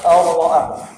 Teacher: راء خالصة دون رائحة النون ولا صوت من الخشوم